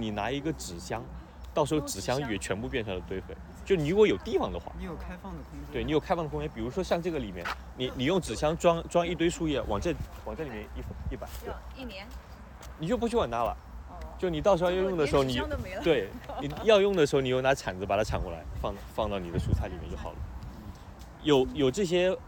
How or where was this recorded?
outdoors